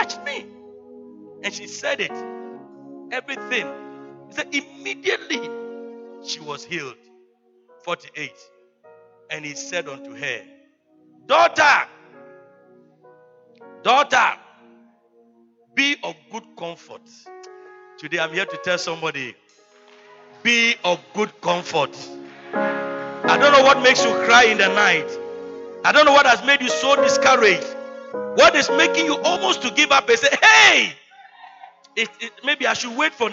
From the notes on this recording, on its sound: He Gave Gifts Unto Men Convention. Preached at the Good Shepherd Cathedral, Loyalty House International. Community 22 - Tema.